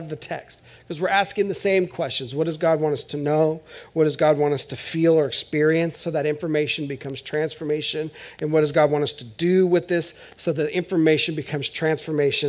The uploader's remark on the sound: This is audio ripped from the Live Service video.